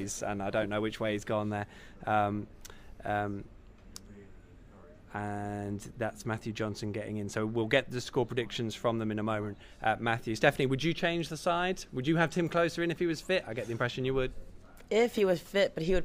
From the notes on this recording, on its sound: The PinkUn Show is LIVE from Departure Lounge in Norwich. All Canaries supporters are welcome every week to pop along to the pub and have their say live on the show.